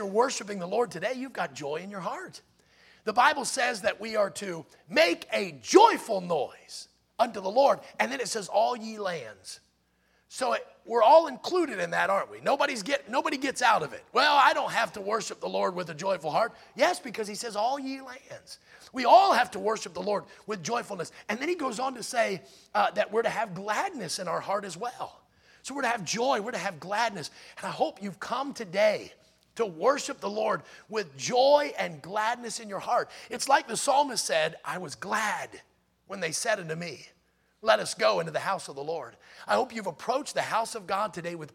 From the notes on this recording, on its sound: in the Sunday Morning Service on May 28, 2023, at Victory Baptist Church in Boonsboro, Maryland.